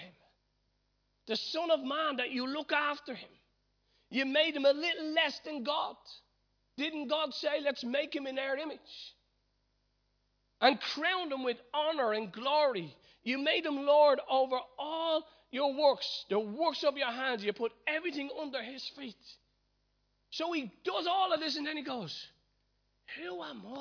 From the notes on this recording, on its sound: Recorded live at Liberty Church.